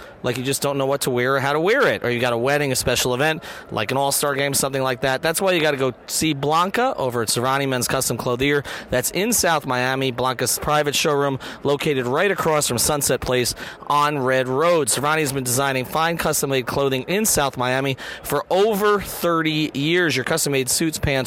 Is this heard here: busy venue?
yes